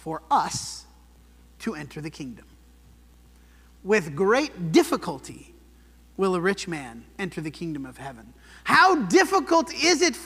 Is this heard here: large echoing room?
yes